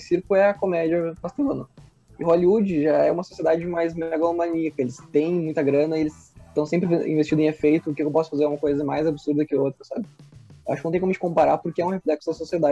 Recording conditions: video call